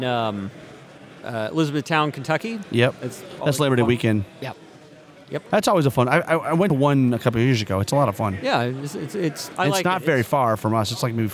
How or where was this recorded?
busy venue